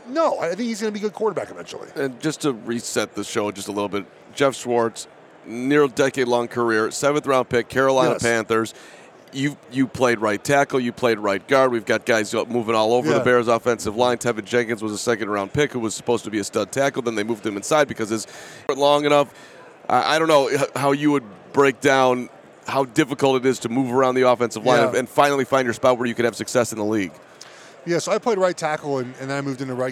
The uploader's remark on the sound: Super Bowl Radio Row Day 3